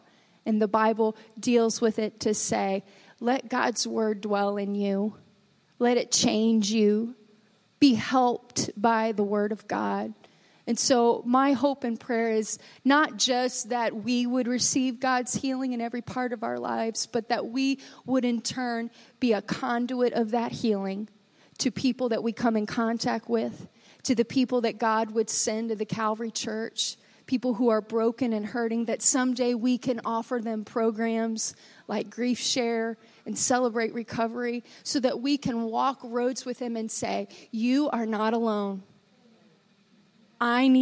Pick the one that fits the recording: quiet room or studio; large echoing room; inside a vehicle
large echoing room